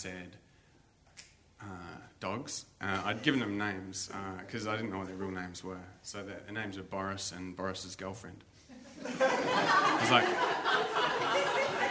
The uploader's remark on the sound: Barefaced Stories are told live on stage at a tiny pub in the huge state of Western Australia.